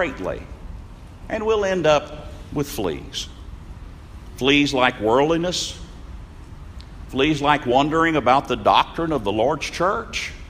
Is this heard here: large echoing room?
yes